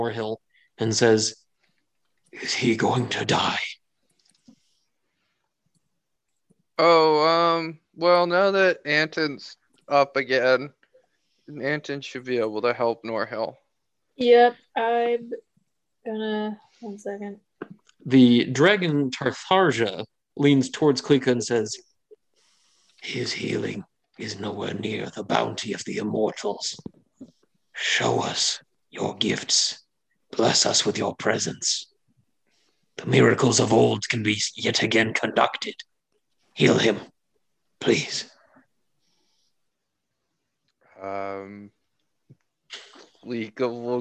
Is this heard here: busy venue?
no